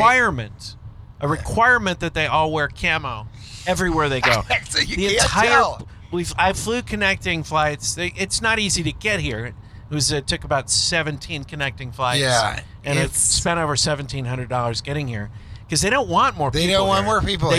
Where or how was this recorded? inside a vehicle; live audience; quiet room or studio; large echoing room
inside a vehicle